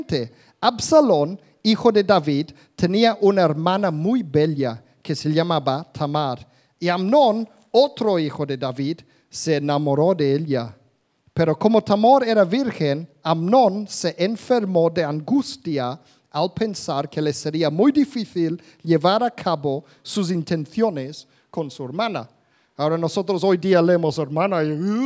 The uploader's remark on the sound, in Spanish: Grabado en directo en la Comunidad Cristiana de Vilafranca.